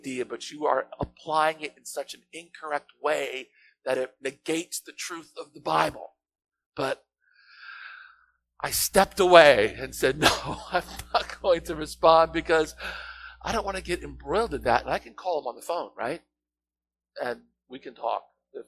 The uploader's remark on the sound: Apologies about the audio quality. We’re transitioning to new streaming equipment, and are having some growing pains.